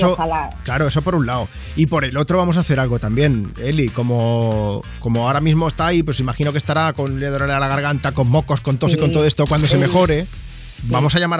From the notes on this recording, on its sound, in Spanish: ha charlado por teléfono